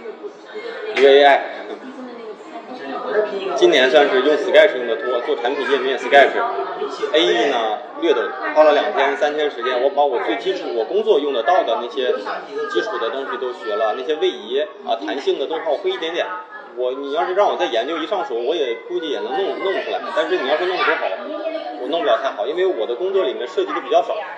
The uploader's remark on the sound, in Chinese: 因为也是在星巴克录制的，回过头我听了几次，总觉得环境也是有些许的吵杂。环境略有吵杂。